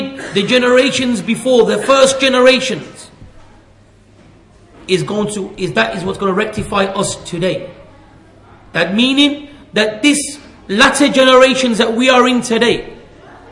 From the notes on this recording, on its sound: at the Leeds, The Correct Path conference